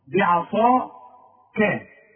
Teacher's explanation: العين خليها مرققه، الكاف مرققه، الصاد هي المفخمه